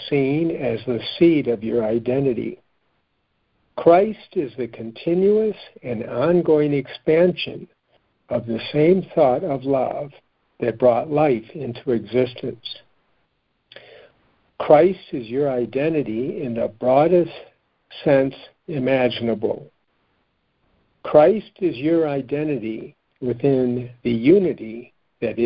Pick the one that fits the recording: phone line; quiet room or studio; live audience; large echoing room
phone line